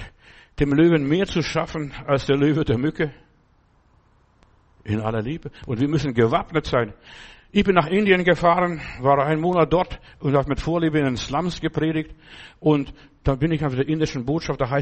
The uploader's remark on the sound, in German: im Gemeinde-Zentrum in Berlin aufgenommen